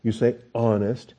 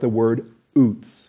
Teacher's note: in order to say honest, you've got to close your throat for that moment to start the honest sound. And so the closure of the throat is how you start the word oots.